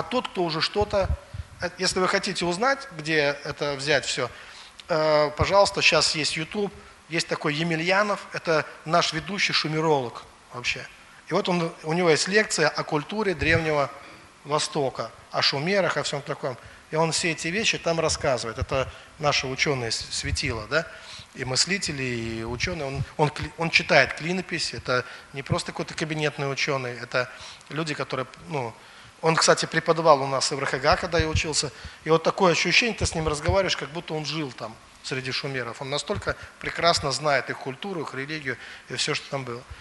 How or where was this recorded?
large echoing room